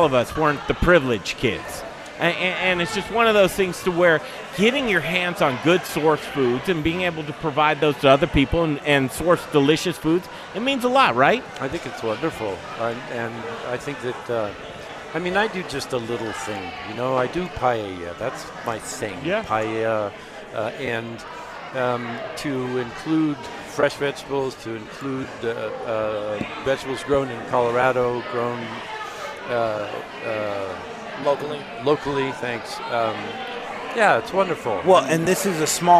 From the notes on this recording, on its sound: Live from the Micro Brew Fest and Crafty Fox Tap House and Pizzeria!